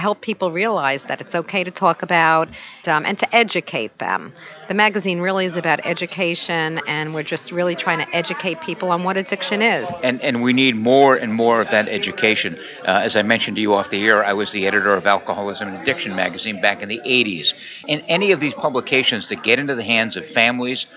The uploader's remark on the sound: Interview at the 2016 NAATP Leadership Conference in Ft. Lauderdale, FL.